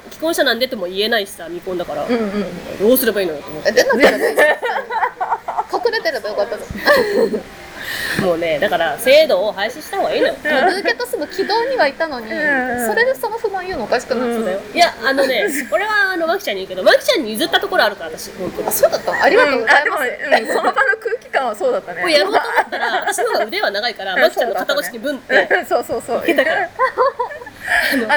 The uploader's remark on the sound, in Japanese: 結婚式直後に式場収録